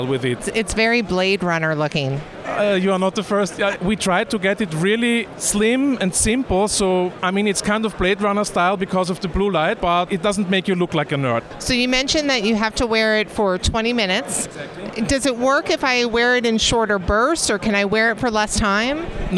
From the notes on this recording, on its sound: LIVE from CES